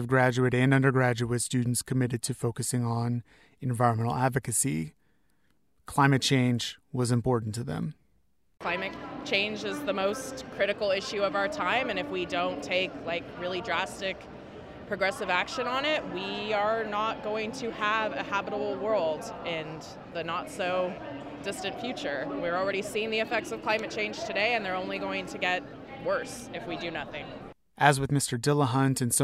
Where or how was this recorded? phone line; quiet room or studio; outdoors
outdoors